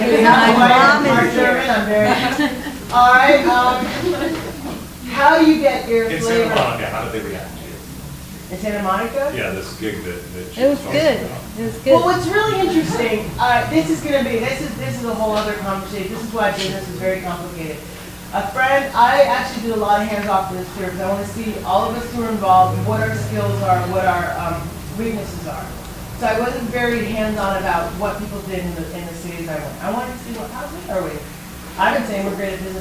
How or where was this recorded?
live audience